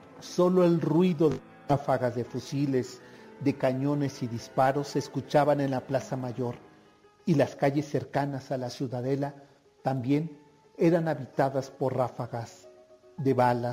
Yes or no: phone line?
no